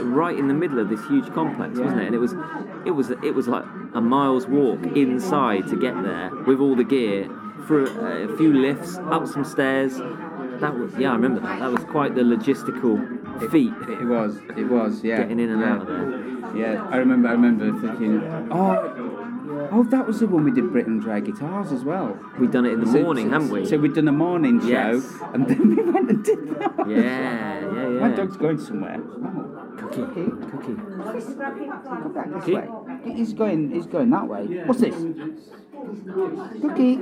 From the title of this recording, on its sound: Live from the PUB!